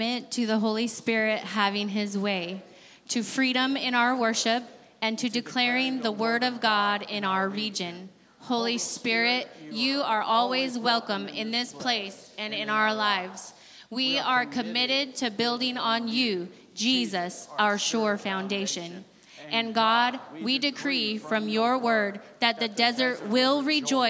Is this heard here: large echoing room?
yes